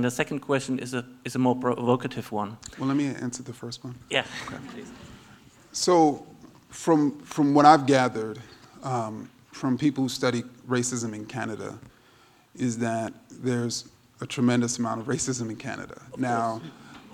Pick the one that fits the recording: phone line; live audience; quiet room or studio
live audience